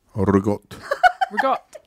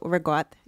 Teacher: Sicilians drop the last vowel on things. · Shown in: second take